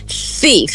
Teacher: é a fricativa interdental no começo da palavra, thief. Então você vai soprar entre os incisivos centrais superiores para fazer a fricativa interdental, que é o som do TH, que é o som do teta no grego, né?